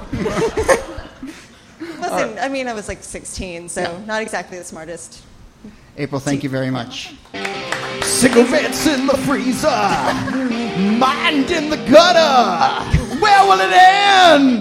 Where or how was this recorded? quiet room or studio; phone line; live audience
live audience